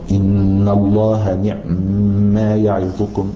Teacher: العين ساكنة والميم ساكنة لأن السكون هنا عارض لأجل الإدغام